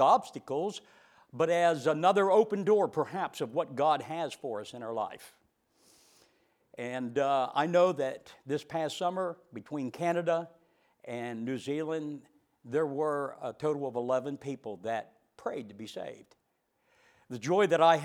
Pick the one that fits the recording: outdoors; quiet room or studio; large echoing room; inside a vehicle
large echoing room